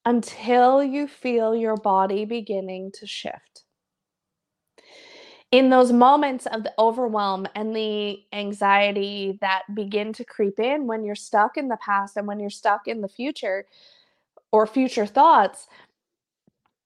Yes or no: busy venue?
no